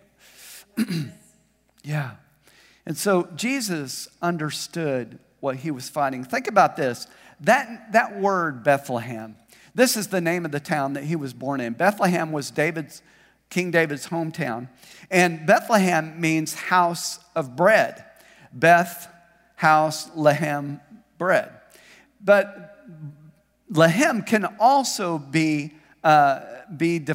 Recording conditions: large echoing room